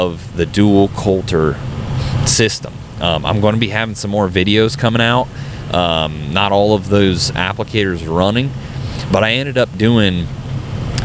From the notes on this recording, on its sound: Don't mind the noise, we were in a service truck headed to Michigan and the noise gets better as we go along but it is what we had to work with at the time.